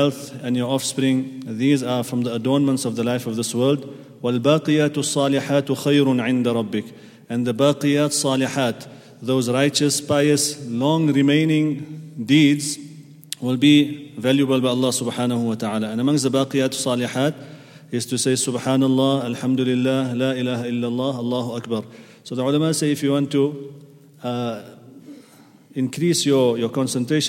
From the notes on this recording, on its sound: at the Houghton Masjid (West Street)